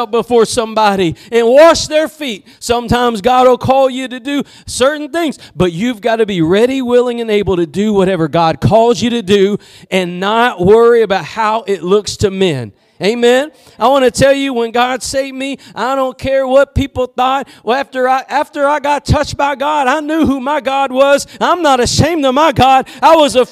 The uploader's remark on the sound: Preached at Gospel Lighthouse in Bossier City, La.